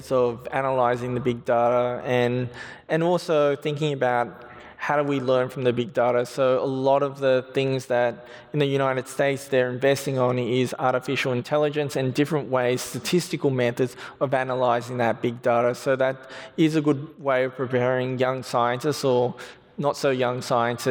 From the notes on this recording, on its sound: This was recorded at a Sydney Ideas event held on Monday 20 May at the University of Sydney.